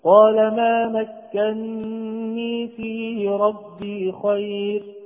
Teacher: فقرأ حفص بإدغام النون الأولى في الثانية فصارت مكنني بنون واحدة مشددة مع الغنة